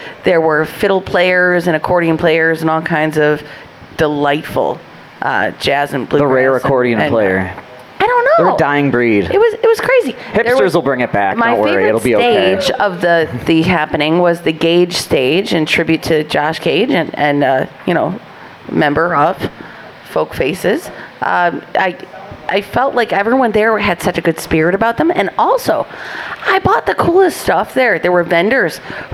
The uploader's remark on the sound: Go LIVE from Milkie’s. With a ton of special guests, games, and other nonsense.